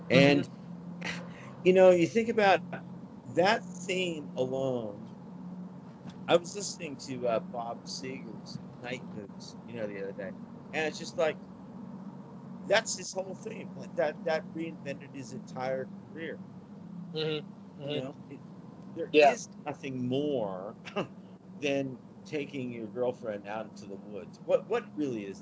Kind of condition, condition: setting, inside a vehicle